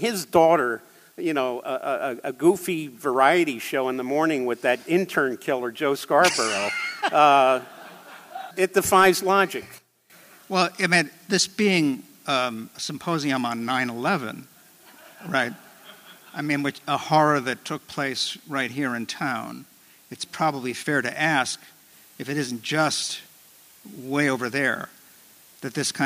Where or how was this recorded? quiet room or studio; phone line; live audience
live audience